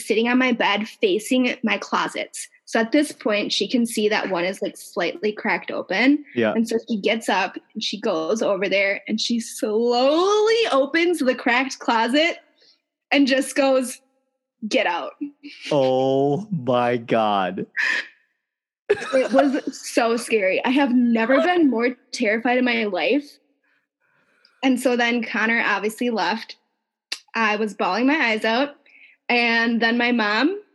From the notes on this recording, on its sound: This is our first Zoom interview that we literally figured out while we were recording.